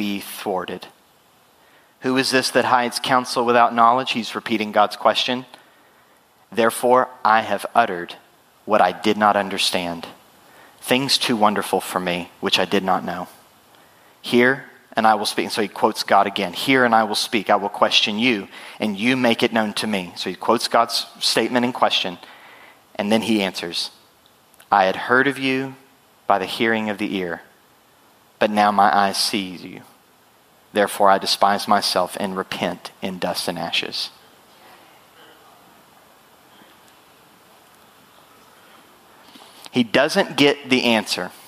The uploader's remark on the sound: Full Sunday Service June 11, 2023